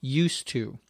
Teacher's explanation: it's hard to hear the difference because the D and the T come together when we pronounce it quickly